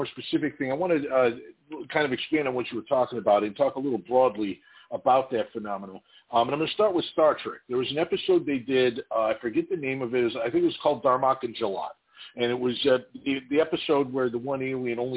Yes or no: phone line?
yes